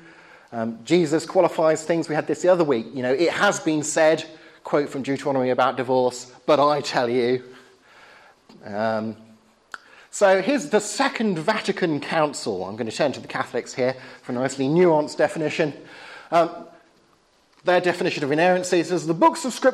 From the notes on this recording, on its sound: talk of the spring 2011 course at Highfield Church, Southampton